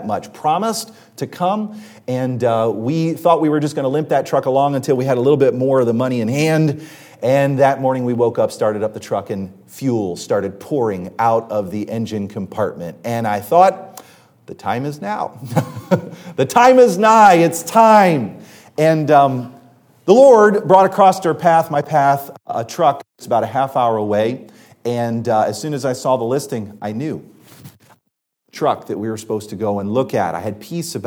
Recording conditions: large echoing room